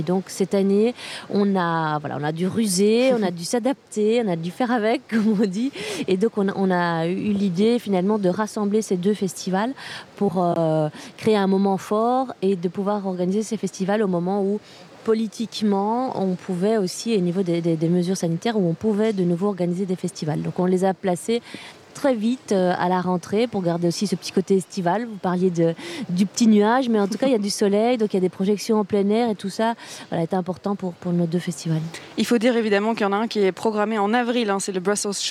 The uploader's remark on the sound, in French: aujourd'hui depuis le Brussels Short Film Festival, à la Monnaie